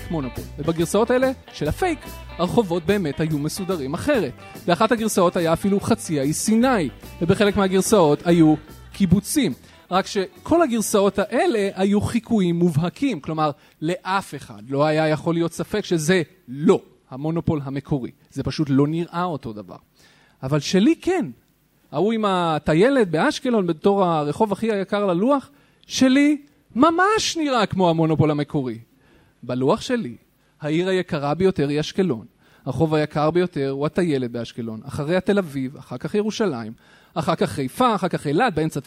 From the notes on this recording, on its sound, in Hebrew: חיות כיס לייב. בשבוע שעבר נפגשנו עם המאזינים שלנו בתל אביב והעלינו פרק חי מול קהל.